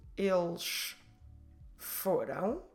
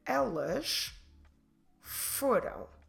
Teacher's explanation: in the end, we will close our mouth in order to pronounce correctly the nasal sound ão. We're not stressing that one, we're stressing the one before.